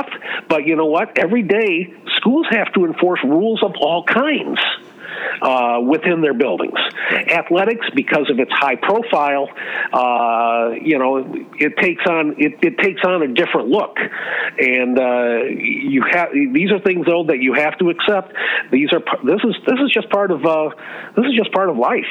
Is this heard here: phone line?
yes